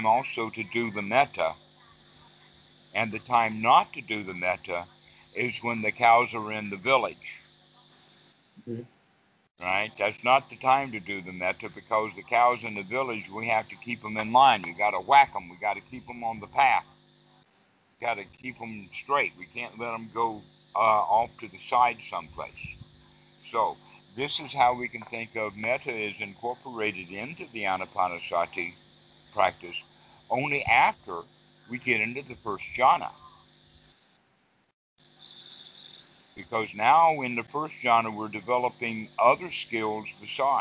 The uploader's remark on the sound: skype calls on this channel